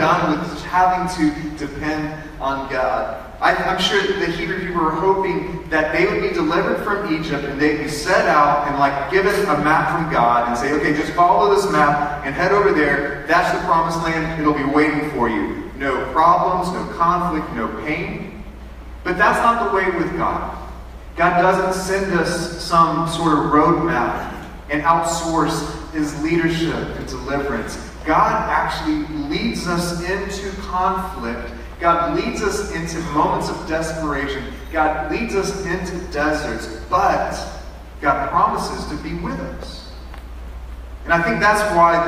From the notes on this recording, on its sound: Sorry for the bad audio quality.